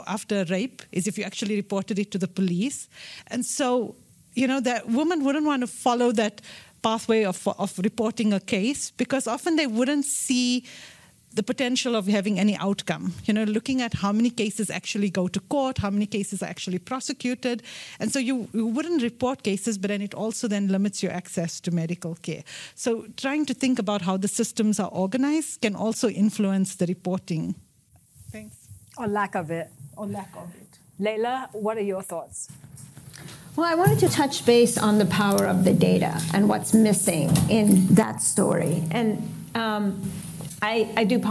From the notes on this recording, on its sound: This episode features highlights from our VitalTalks Live event, held in New York.